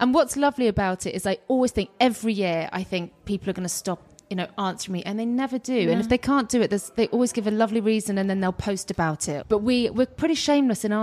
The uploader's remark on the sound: We were so excited to be invited to Choose Love’s stunning Soho pop-up boutique to chat.